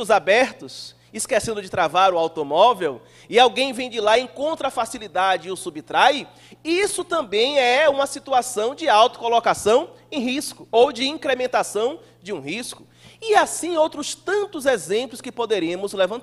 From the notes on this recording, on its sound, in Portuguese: palestra transmitida ao vivo pela RAETV em 18/07/2018 no Centro Espírita Irmã Angélica em Araçatuba-SP